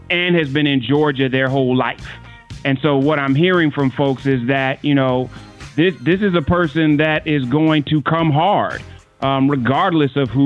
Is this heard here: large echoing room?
no